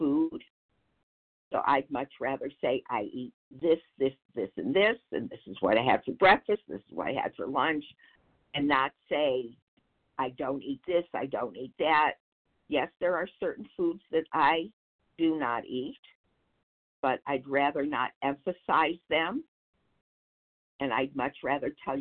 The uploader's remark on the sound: 100 Pounders Phone Meeting, 4/30/23